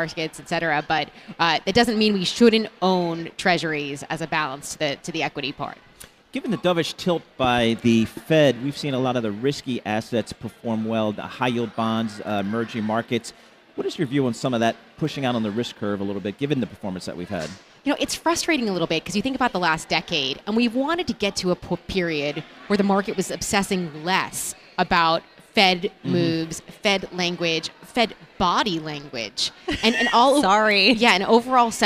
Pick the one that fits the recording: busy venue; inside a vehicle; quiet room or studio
busy venue